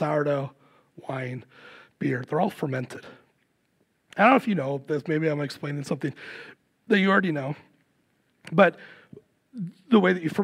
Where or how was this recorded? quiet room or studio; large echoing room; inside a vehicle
large echoing room